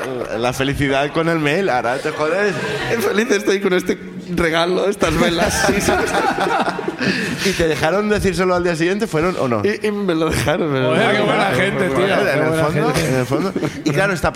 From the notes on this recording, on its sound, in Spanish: El público de Barcelona